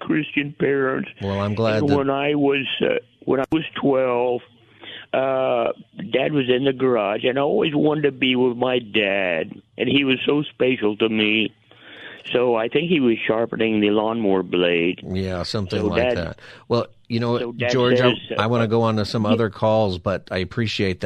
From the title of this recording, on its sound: Open Phone Friday